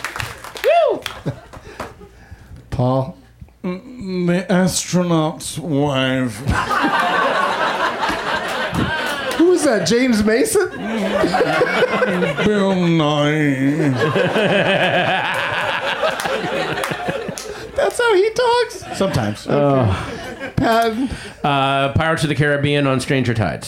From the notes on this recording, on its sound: Back home at the UCB Franklin